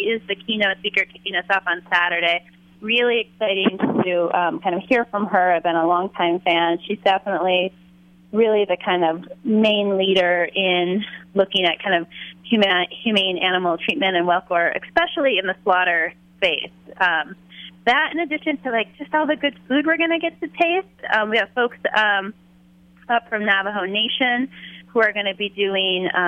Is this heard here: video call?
no